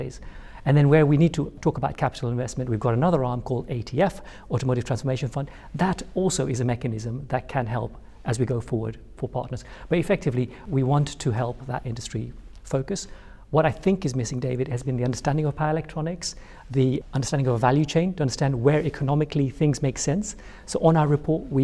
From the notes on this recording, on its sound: Then hear a live panel discussion. In front of a small studio audience.